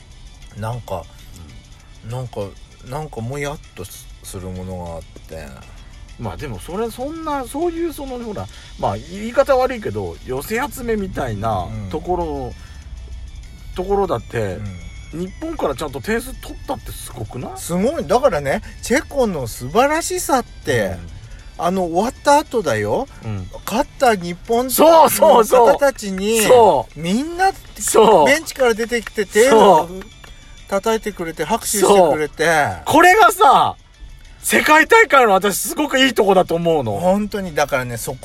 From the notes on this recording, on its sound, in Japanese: パーキング収録